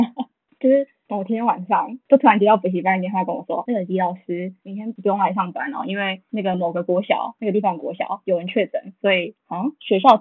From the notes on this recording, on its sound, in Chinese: 大家有注意到我們的音質很爛嗎，因為我們救學分不救窮，學分要緊沒錢買麥克風啦！